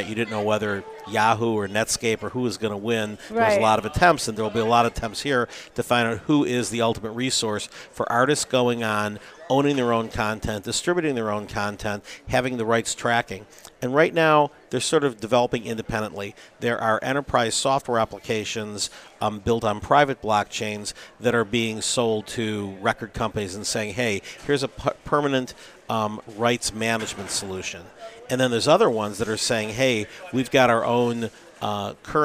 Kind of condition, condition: setting, busy venue